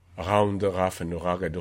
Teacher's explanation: It's the Northumbrian burr, the sound that allegedly Hotspur made for R. · many of the actors can't do a uvular trill, but they can do a uvular fricative